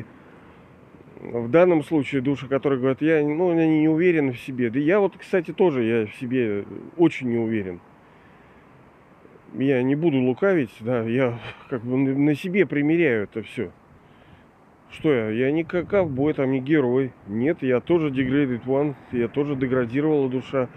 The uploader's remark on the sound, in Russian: Извиняюсь за качество записи, ветренновато бывало